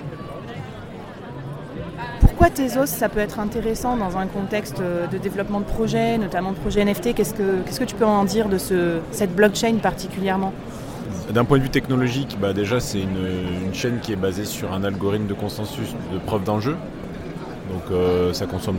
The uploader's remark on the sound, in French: Dans cet épisode, tu vas aussi vivre l'ambiance de l'événement et découvrir les backtages, les conférences, les participants...